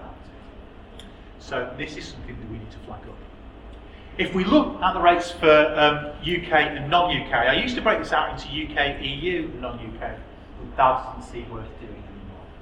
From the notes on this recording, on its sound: speaks at SRHE Employability, Enterprise and Work-based Learning Network Event